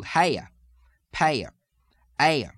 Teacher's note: you can again have an intrusive y sound, and you could do haya, paya, aya.